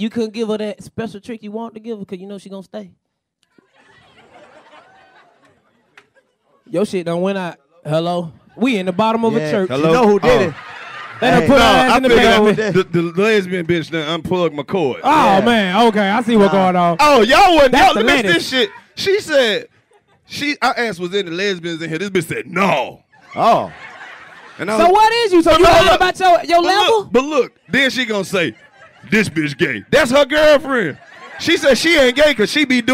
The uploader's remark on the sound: invade the Washington DC Improv to bring laughter to all that attended these 2 sold out shows